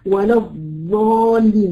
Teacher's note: هي بتقول ضاد في الاول لكن بتخلصها عند منطقه الاسنان فبتخرج معاها ضاد. · Term: اول خطا